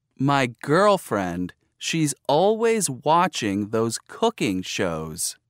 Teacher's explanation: Each part has a primary stress where the intonation changes, and often a secondary stress as well. Notice also the fall-rise intonation for background information and falling intonation for new information.